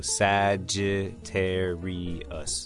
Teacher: 你要记住这个 G 不发 G 的音而是发 J 的音